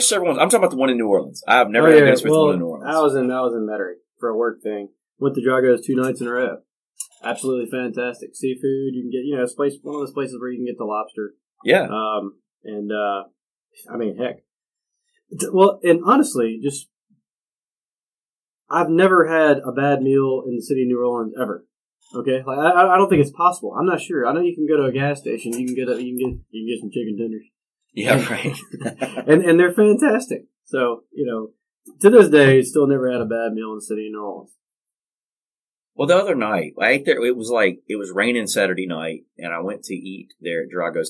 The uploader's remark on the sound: Originally simulcast on The Score 1400 AM and News Radio 98.1 FM in Hattiesburg, MS. Apologies for the audio quality on this episode.